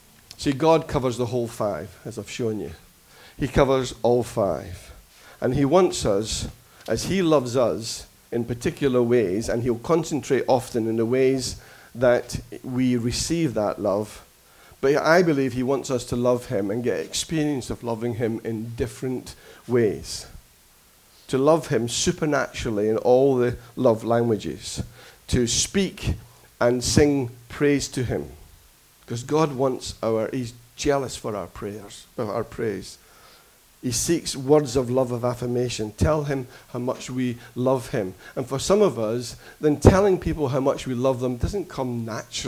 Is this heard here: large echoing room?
yes